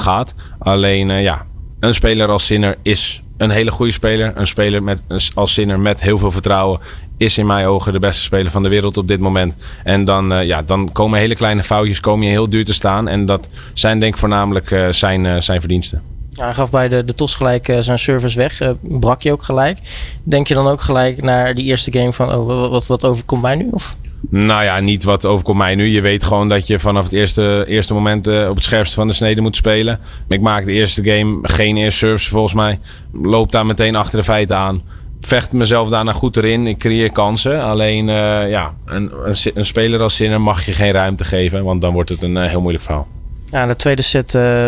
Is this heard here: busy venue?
yes